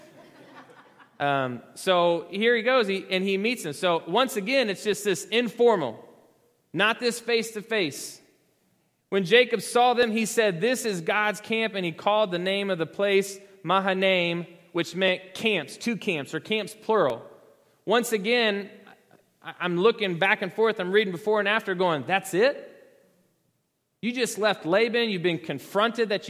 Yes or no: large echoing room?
yes